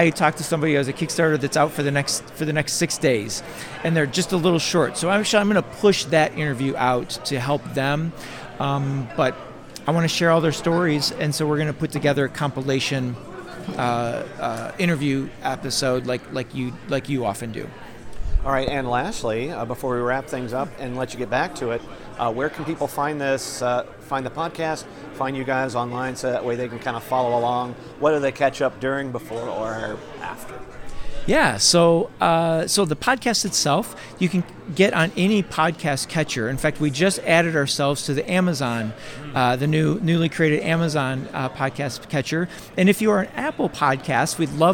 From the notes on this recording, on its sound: Recorded onsite at the Grand Geneva Resort in Lake Geneva, Wisconsin. While walking the show floor. I landed at the booth Smugglers Coffee.